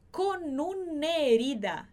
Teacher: o A de una, ele praticamente some